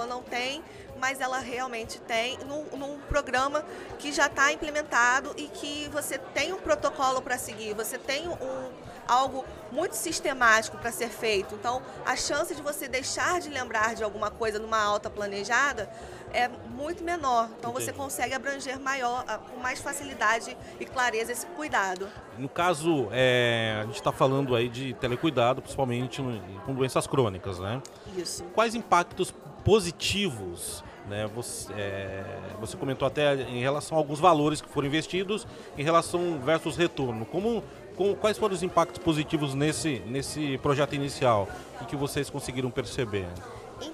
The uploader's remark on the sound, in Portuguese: Como gravamos em meio a multidão tem alguns ruidos de fundo , mas nada que comprometa o bate papo .